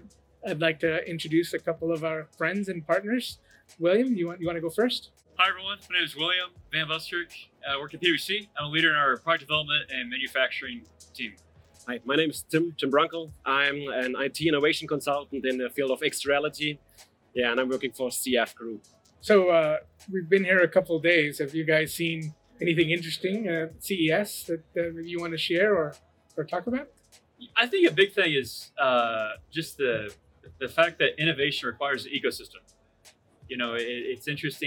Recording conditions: busy venue